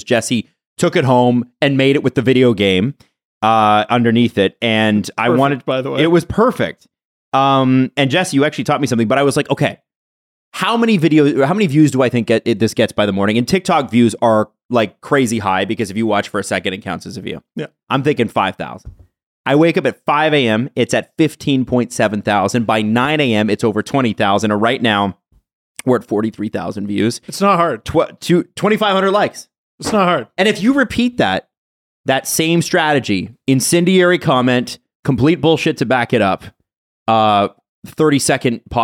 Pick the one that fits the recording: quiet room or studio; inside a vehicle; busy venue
quiet room or studio